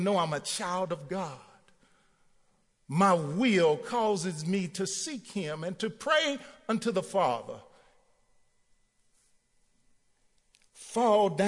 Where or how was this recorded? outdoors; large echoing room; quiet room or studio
large echoing room